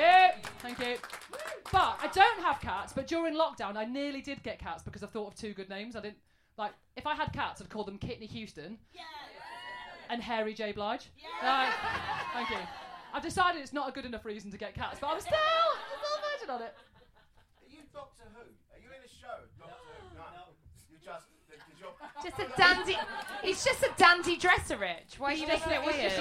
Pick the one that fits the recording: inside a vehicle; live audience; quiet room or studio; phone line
live audience